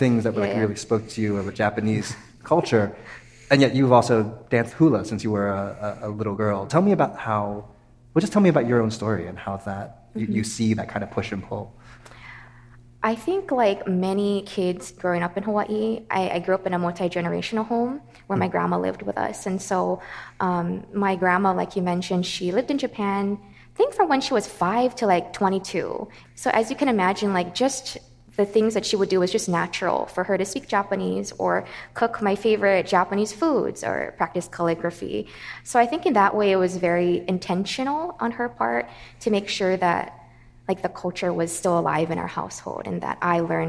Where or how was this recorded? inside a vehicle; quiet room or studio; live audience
live audience